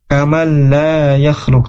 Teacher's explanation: huruf nun dimasukkan ke huruf selanjutnya · Term: idgham bila gunnah